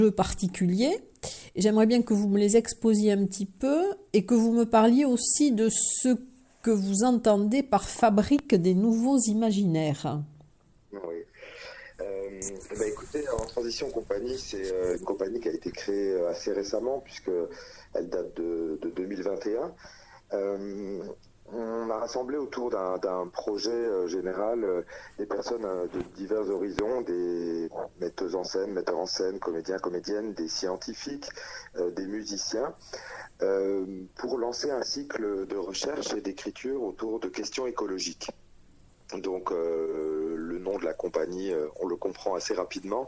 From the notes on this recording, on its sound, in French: Interview téléphonique